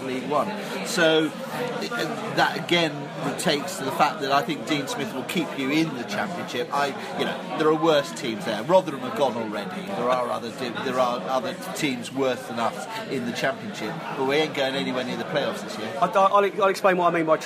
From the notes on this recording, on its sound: Canaries pre-match Podcast from the Pub. This week's podcast was recorded deep, deep in THUGBY territory, but thanks to the staff at The Cabbage Patch in Twickenham for thief excellent hospitality.